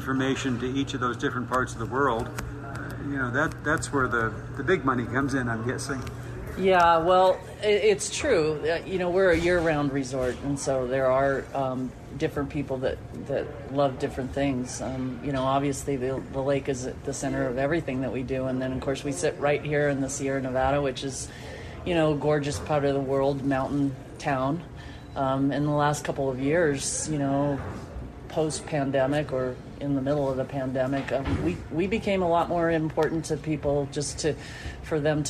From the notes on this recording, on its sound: broadcast live from Edgewood Tahoe for the American Century Celebrity Golf tournament.